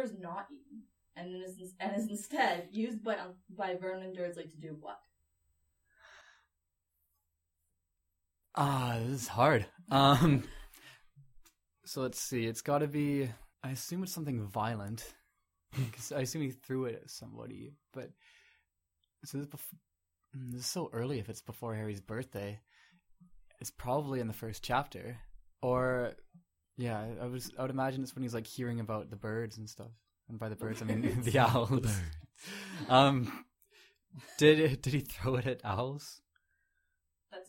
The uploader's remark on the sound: Will we ever get through a season without audio problems? Struggles to make herself heard with a mic that isn’t even on!